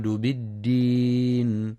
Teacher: وفي قوله تعالى: فما يكذبك بعد بالدين، يخطئ بعضهم فيقرأ بالدين قريبة من التاء فتكون بالتين، والصواب إعطاء الدال صفة الجهر والشدة لتمييزها عن التاء